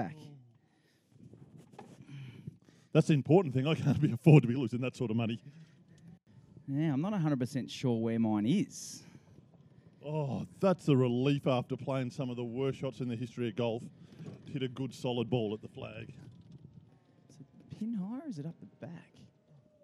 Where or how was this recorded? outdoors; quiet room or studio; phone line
outdoors